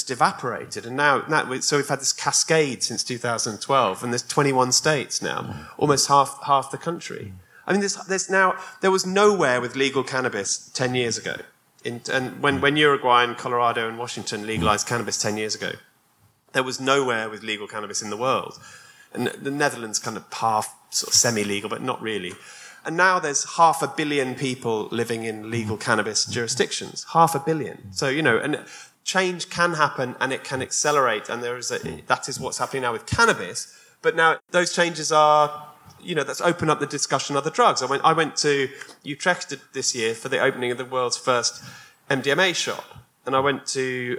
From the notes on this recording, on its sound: Recorded live at the book launch of ' Drug Science and British Drug Policy ’. We’re going to hear panel discussions.